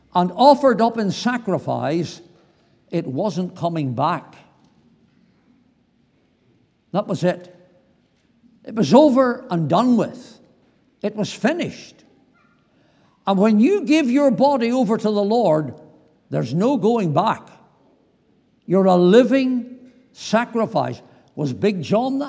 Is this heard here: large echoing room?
yes